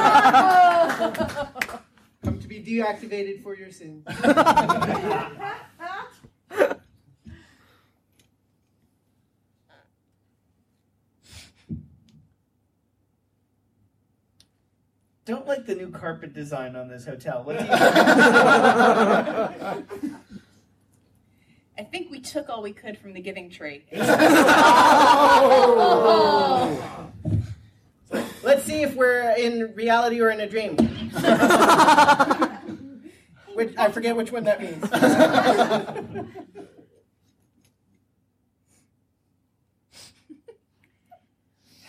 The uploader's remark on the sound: Balticon Bonus Episode 2- Podcaster Improv. Featuring a recorded panel from Balticon 49.